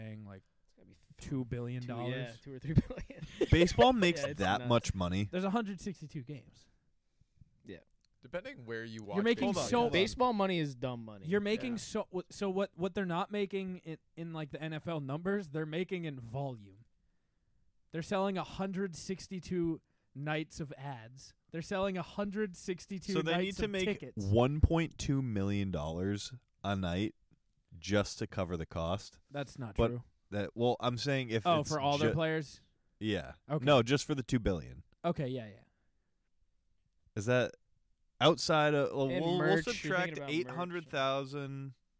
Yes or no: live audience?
no